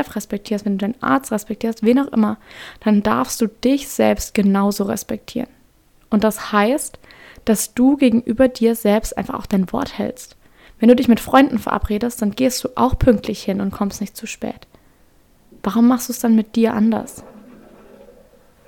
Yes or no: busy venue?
no